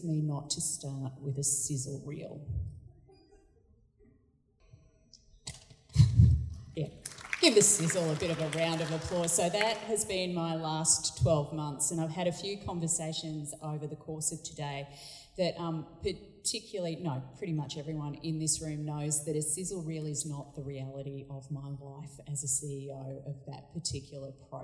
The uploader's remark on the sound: This podcast has been recorded at Communicating the Arts Sydney 12-14 November 2019